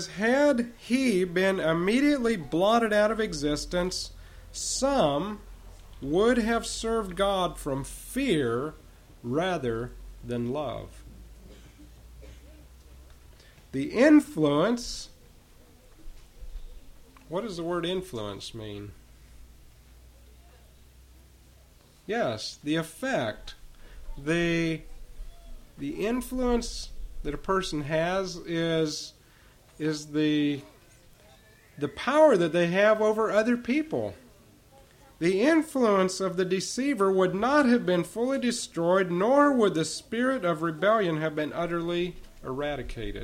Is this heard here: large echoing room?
yes